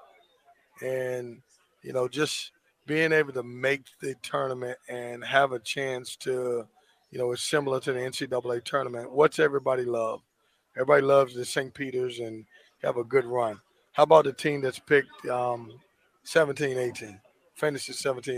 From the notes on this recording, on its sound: live from ACC Tipoff in Charlotte